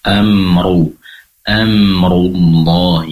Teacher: ketika membaca roh yang berharokat dhamma yang terbaca tebal, tadi perlu ditambah penebalannya dengan cara mengangkat pangkal lidah ke atas. Amru, amrullahi, pangkal lidahnya naik ke atas.